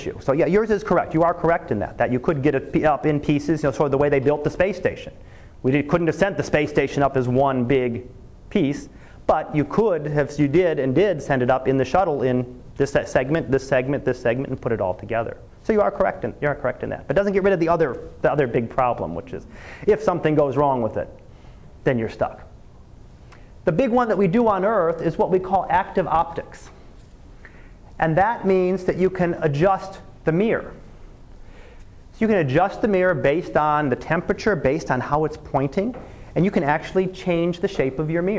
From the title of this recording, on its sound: Live Class Lecture